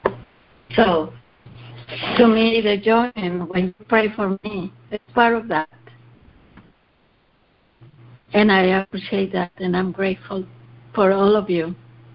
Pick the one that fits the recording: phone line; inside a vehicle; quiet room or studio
phone line